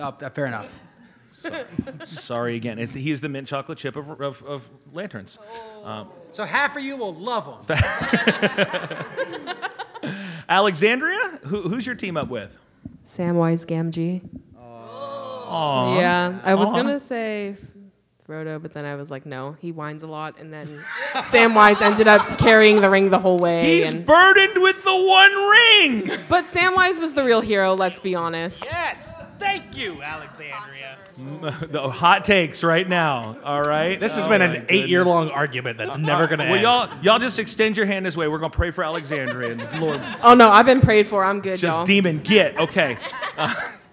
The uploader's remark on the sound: This is our recording of our live panel/podcast from Megacon Orlando. In the room were believers and non-believers, those we connected with at the con, some already in community with us, and some just curious.